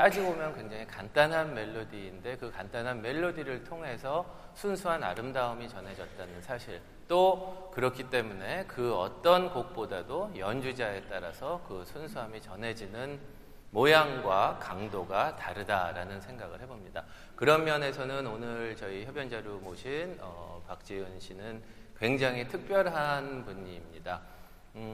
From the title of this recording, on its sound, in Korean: 토요콘서트 실황